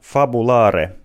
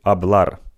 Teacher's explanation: Useiden latinan sanojen alku F:t katosivat puheesta. · Shown in: second take · Kirjoituksessa niiden paikalle merkitään kuitenkin H.